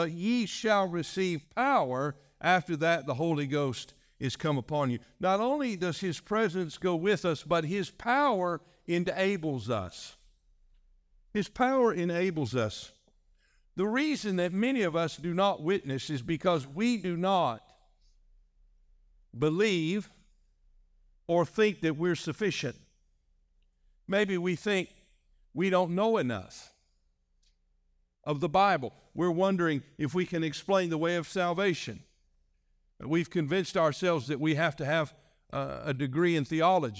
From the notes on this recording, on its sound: This message was delivered on February 11, 2024, during our evening service.